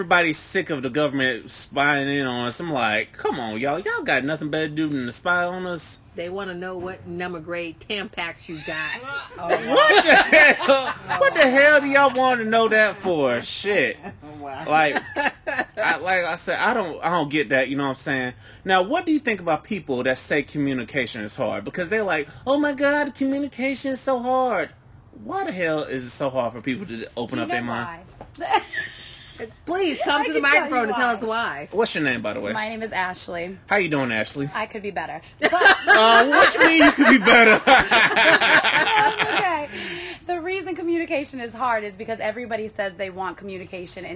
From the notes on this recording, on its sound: we are live on location and having a round table discussion while sipping on wine and vodka.